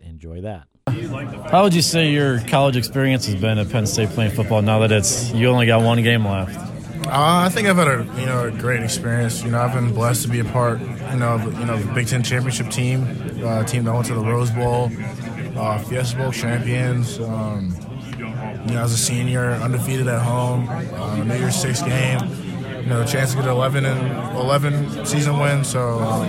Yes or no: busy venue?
yes